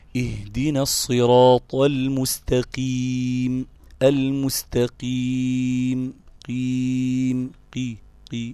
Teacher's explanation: مفخم في أقل مراتب التفخيم، أو مفخم تفخيما نسبيا